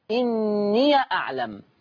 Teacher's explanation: يقرأ ورش بفتح الياء · Term: فتح ياء الإضافة